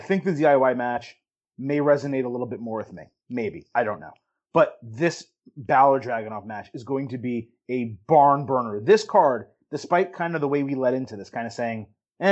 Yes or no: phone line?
no